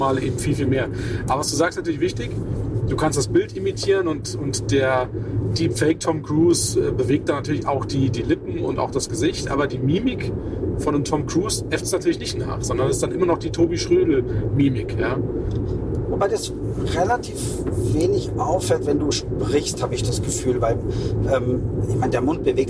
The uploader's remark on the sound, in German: On the road #1. Ist das nicht nur eine Ausrede für schlechte Aufnahmequalität? Setz Dich auf unsere Audio-Rückbank.